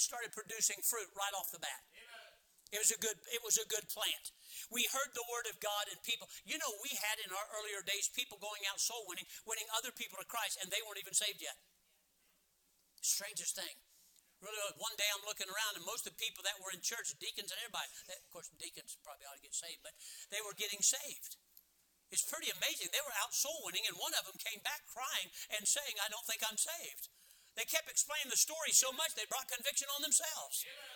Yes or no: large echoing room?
yes